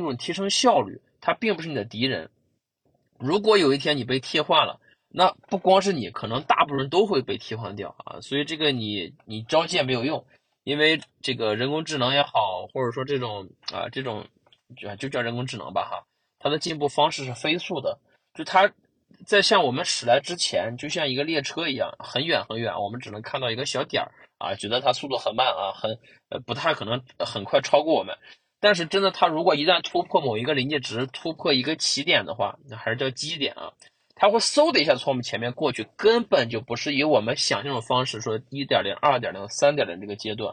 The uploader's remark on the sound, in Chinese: 车还没有熄火啊，对，我在车里等。所以说这次音质应该会比我之前的音质稍微的拆一丢丢啊